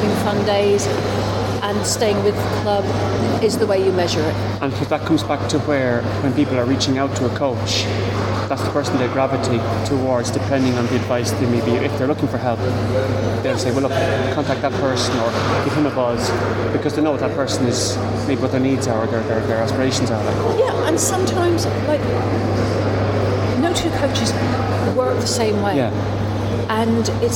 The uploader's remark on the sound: The interview was recorded in a cafe, so the background noises are quite strong, but overall everything is audible. The cafe bustle only adds to the authenticity of this interview!